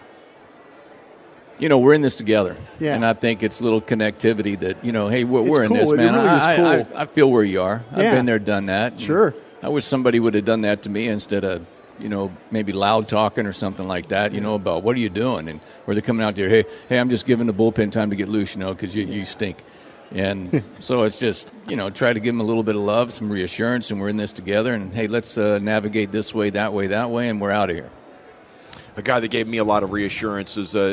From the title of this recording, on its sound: live from the Texas Rangers Toy Drive